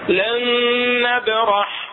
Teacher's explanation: راح يصير عندنا نون واحدة مشددة